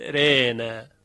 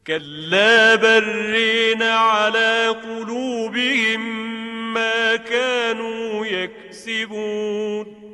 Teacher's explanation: الف پس از را رو اماله میکنه و به تبعش حرف را هم ترقیق میشه